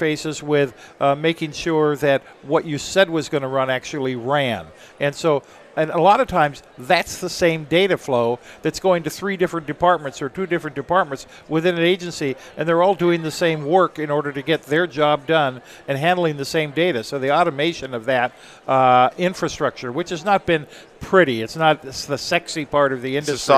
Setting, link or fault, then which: setting, busy venue